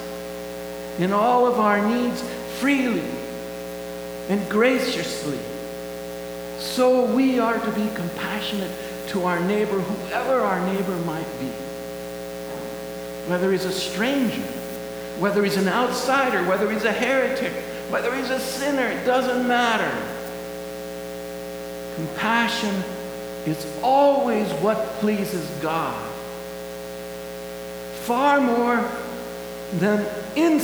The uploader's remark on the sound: Please excuse the buzz in the audio background!